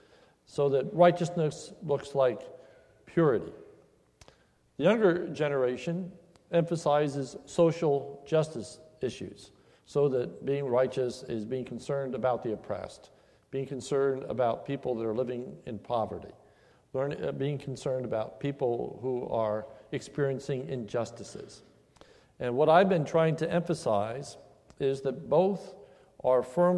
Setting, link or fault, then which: setting, large echoing room